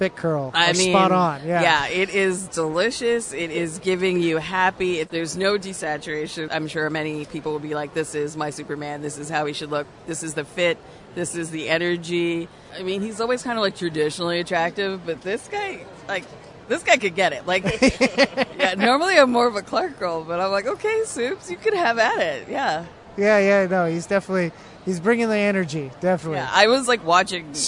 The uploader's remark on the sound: Recorded at Fan Expo Canada